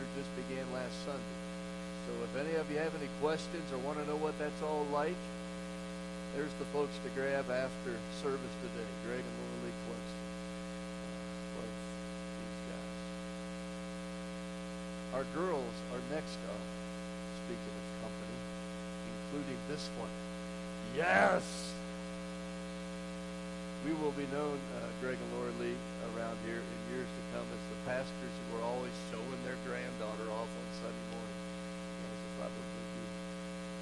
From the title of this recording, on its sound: Woodland Life Church Live